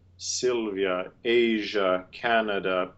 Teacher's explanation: at the end of the name, we have this neutral kind of A vowel, kind of U vowel